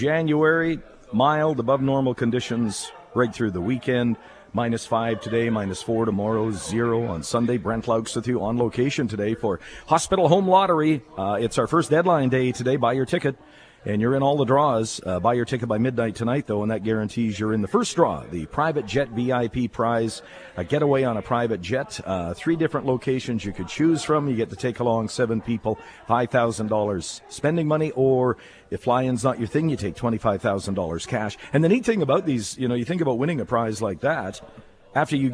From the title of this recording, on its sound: Live from Hospital Home Lottery show home